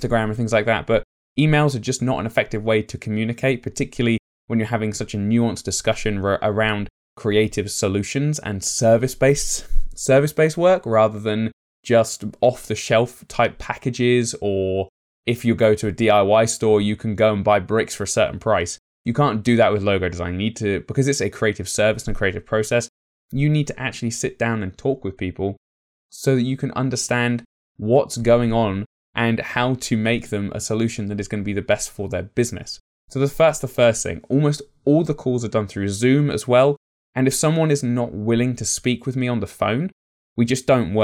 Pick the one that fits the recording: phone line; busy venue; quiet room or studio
quiet room or studio